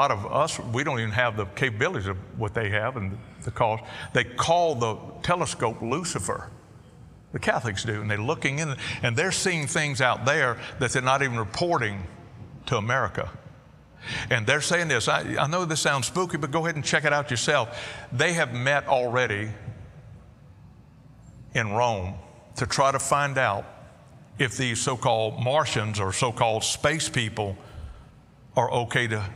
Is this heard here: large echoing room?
yes